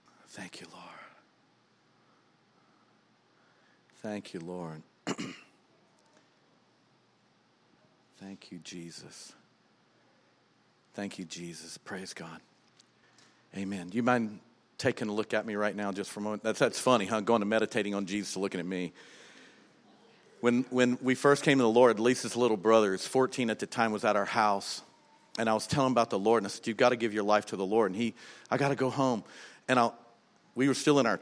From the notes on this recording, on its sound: was recorded on October 13, 2019, during service at The Anchor Church in Rockport, Maine.